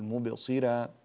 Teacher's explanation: فمبصرا هذه الراء مفتوحة قبلها مكسور ترقق عند ورش